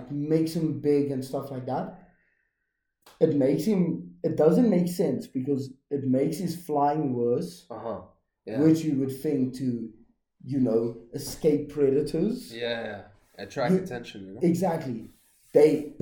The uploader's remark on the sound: excuse the bad noise quality my mic was giving problems